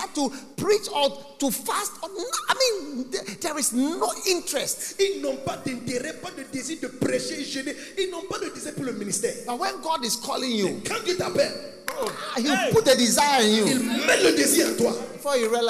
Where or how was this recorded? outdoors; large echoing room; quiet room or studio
large echoing room